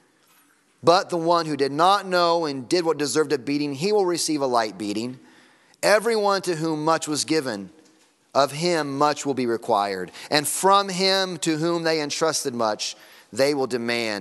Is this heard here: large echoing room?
yes